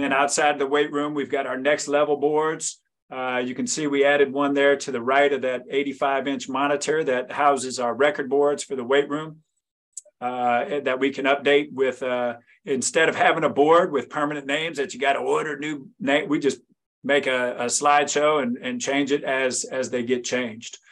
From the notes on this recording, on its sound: In this live 55min group coaching call